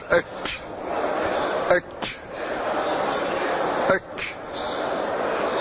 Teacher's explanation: ثم أسفل منه قليلا مما يحاذي الحنك الأعلى تحت مخرج القاف قليلا ويخرج حرف الكاف أك أك أك. فالكاف تخرج كذلك من أقصى لكن دون مخرج القاف قليلا